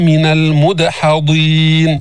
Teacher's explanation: إذ أبق إلى الفلك المشحون فساهم فكان من المدحضين، هنا قلقلنا الدال لأنها سكنت · Term: القلقلة